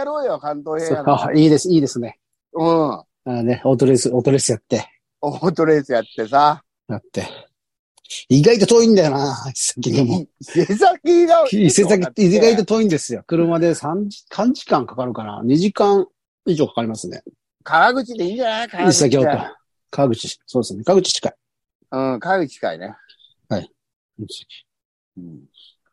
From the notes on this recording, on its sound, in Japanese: ZOOMで収録